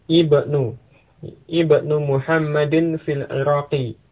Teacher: di awal kalimat ya, maka hamzah di awal kata ini diucapkan.